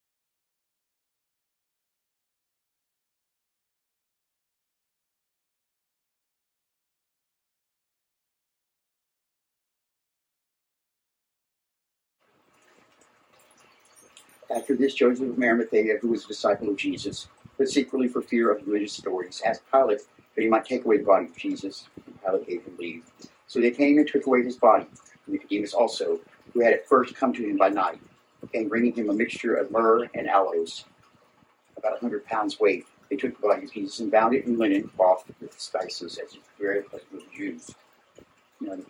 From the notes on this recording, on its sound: Please enjoy this recording of our entire Good Friday Service